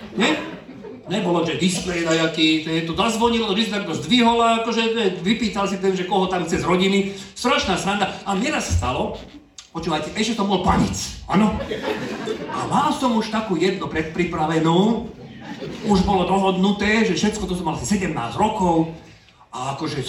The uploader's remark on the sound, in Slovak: LIVE Špeciál. Špeciálna epizóda z LIVE vystúpenia.